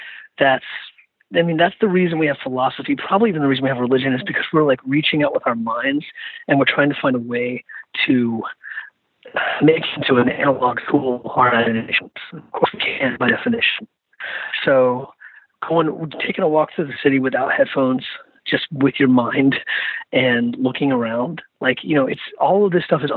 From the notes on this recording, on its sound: jumped on the phone with me